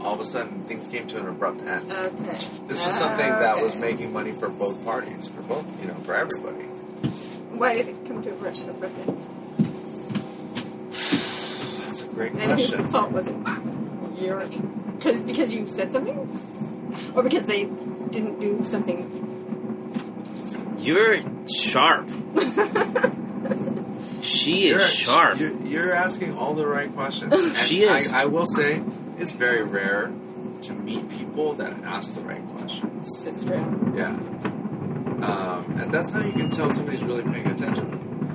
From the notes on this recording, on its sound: Please excuse the noisy audio, as this episode was recorded in an RV with the A/C on during EDC 2021.